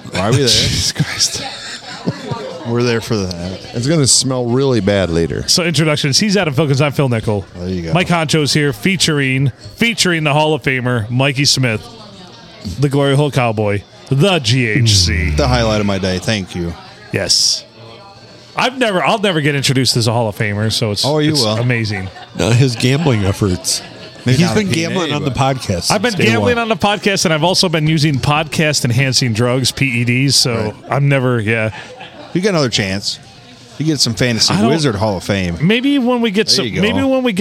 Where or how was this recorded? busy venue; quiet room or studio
busy venue